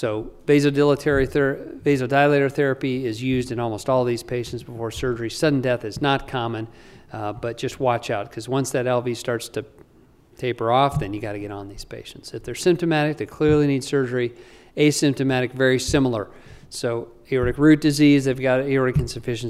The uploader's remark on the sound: This is an updated lecture recorded Sunday, September 11, 2022 during the CORE conference in Salt Lake City, Utah - USA.